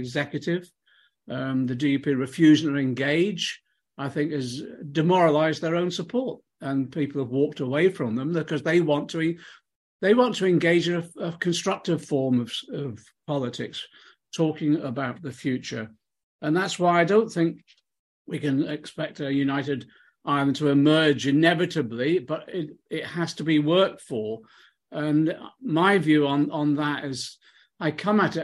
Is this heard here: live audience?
no